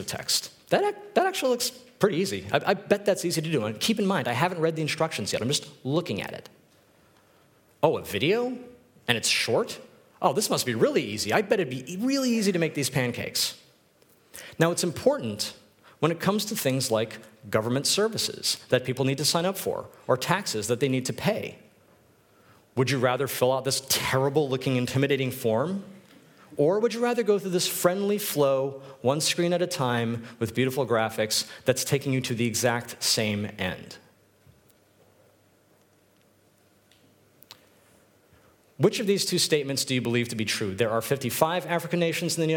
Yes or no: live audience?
yes